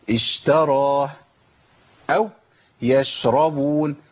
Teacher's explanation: الرخاوة جران الصوت، لازم أمكن لجران الصوت في الشين، وما زودش الزمن ولا أقل الزمن